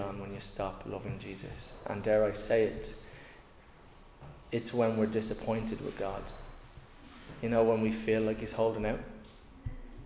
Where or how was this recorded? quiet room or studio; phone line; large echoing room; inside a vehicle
large echoing room